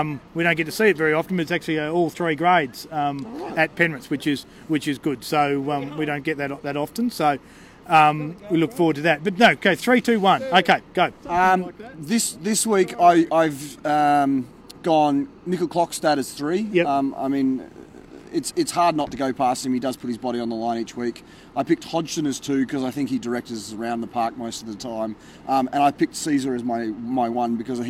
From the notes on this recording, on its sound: The Greenhouse Live was there! On location at Canberra Stadium, right after the game.